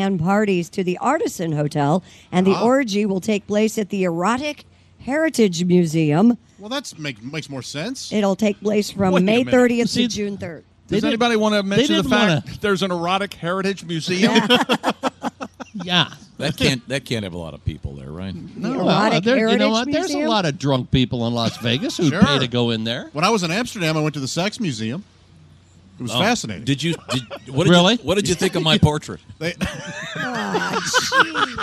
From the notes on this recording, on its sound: we are live from the Indianapolis Motor Speedway